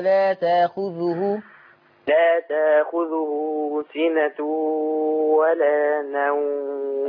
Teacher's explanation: الهمزة ساكنة. طول ما الهمزة الساكنة دي قبلها تاء مفتوحة يقرأ تاخذه سنة ولا نوم